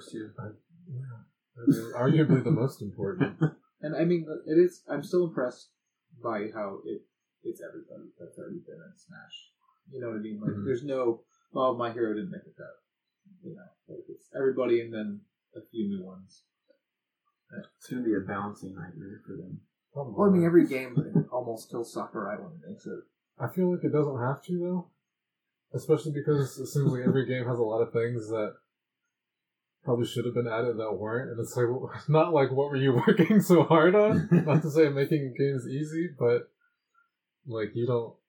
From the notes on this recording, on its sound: Warning: I busted up the audio.